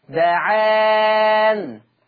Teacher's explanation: فلما يقف ورش على دعان هيقف بسكون النون